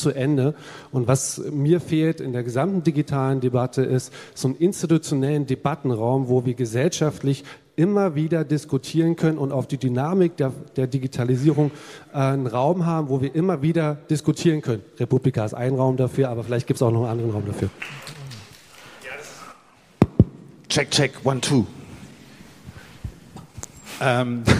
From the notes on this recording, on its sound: The opening panel at #DigitalCharta Con will present the initiative and bring together the authors and critics of the Charter. Together with the re:publica audience.